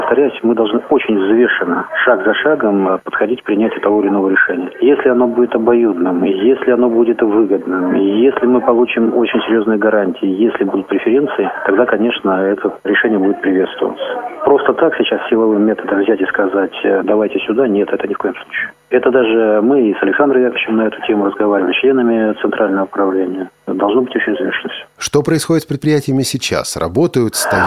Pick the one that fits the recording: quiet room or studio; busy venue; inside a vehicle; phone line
phone line